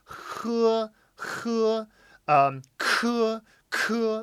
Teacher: So both K and H are aspirated in the sense that there is air coming out of your mouth. H, h, k, k, but the difference is that k has more of an attack.